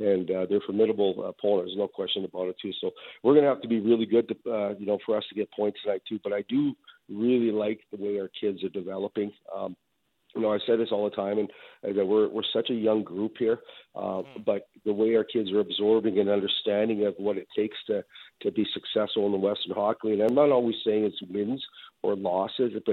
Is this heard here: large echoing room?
no